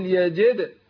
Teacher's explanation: القلقله بتاعت الدال يحصل اضطراب